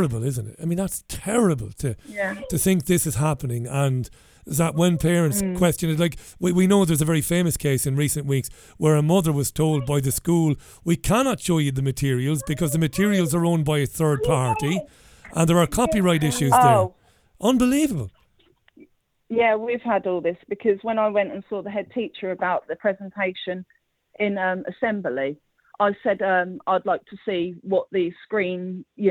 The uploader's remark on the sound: The Global Phone-In. Listeners called in from all over.